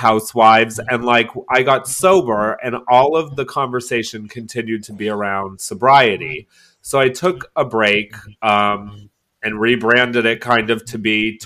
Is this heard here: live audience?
no